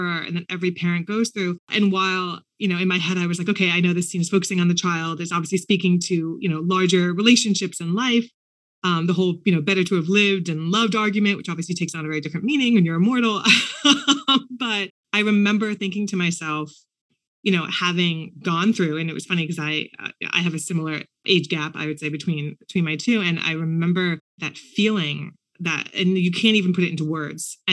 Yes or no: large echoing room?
no